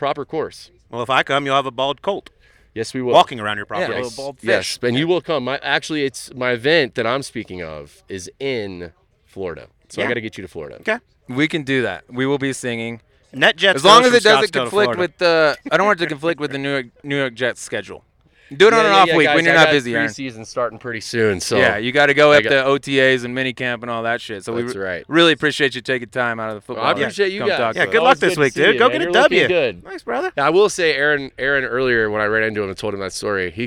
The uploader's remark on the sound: Subpar live at the American Century Championship